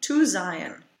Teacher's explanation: the two is a real closed U sound, a real closed two, to Zion. Yes.